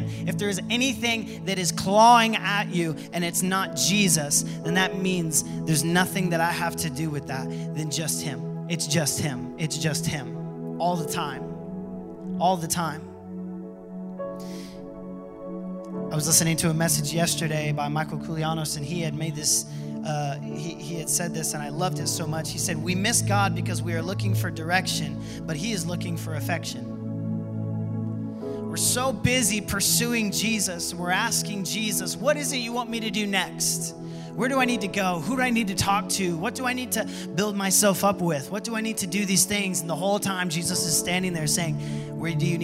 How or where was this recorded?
large echoing room